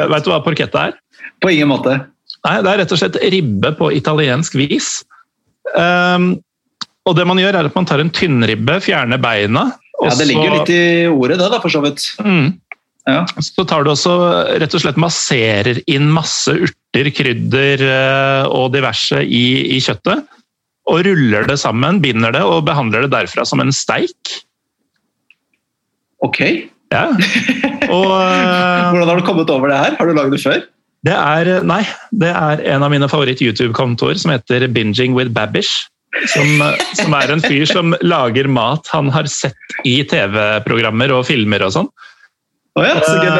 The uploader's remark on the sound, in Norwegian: tar seg en Zoom-prat